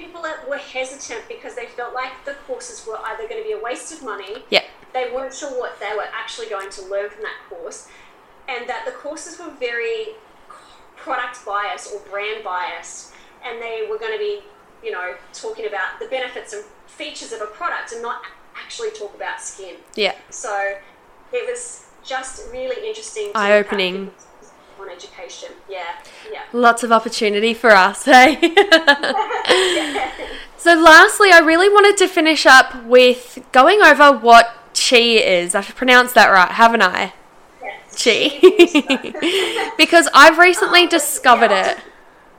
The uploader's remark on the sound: APOLOGIES FOR TODAY'S AUDIO!